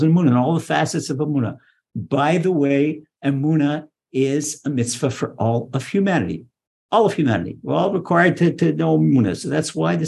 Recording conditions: video call